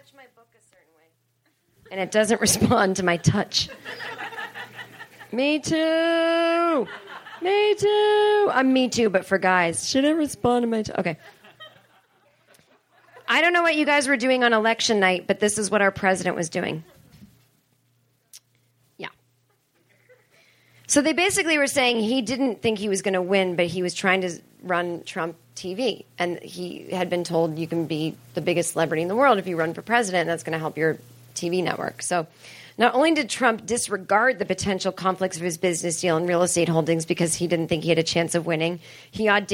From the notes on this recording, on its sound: This is an accidental live episode. On stage at the Hollywood Improv Lab. Talks to the crowd.